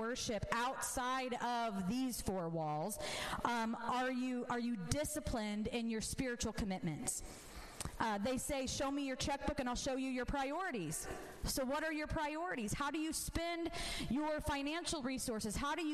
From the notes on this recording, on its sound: This episode was recorded at my church as a sermon I recently preached.